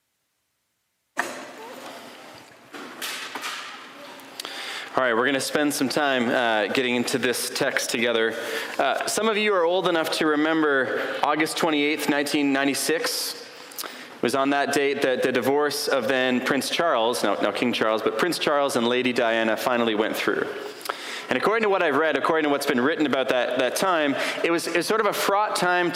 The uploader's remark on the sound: A sermon preached on April 30, 2023